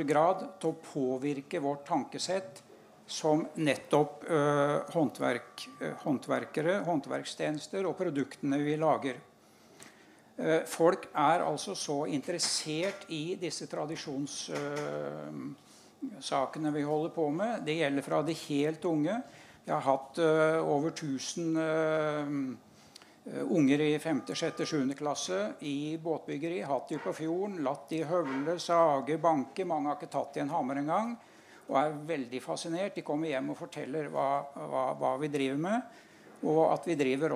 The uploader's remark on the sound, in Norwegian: Kulturvernpodden - Live fra Arendalsuka 2022